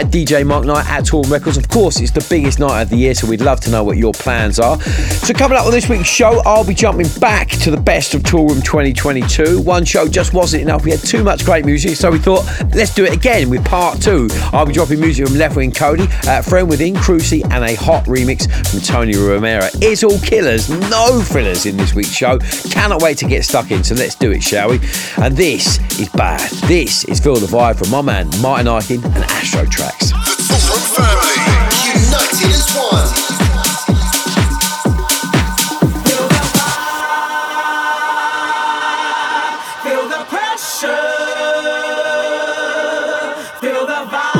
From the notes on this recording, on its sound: comes live from the Knock Down Center in NYC